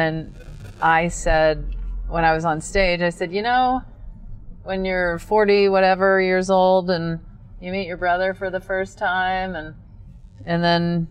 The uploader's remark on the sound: In the Car